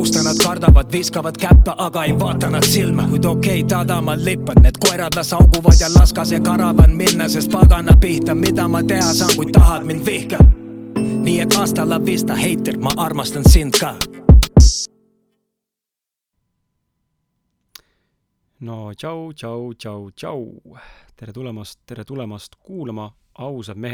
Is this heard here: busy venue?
no